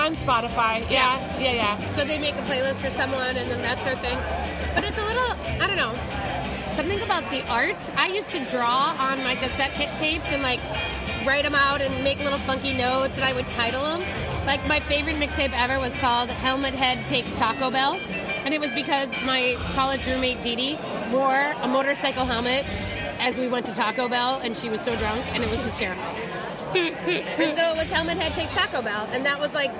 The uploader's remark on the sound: The ladies hang out at Surly Brewing